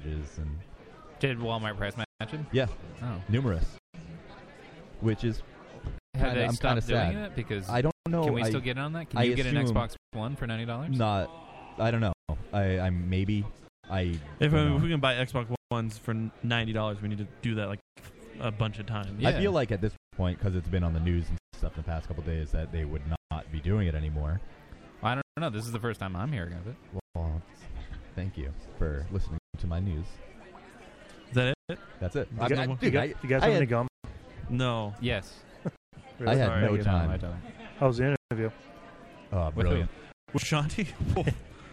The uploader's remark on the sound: We are live at the Gilgamesh premiere